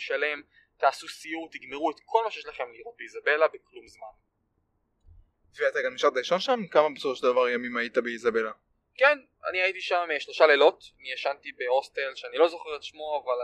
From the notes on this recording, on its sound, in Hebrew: מתנצל מראש על איכות הסאונד בפרק הזה